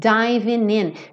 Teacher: Você percebe que esse G do ING quase sempre não é pronunciado mesmo, certo? Então, aqui ele pega esse N que está anterior ao G e já liga no in.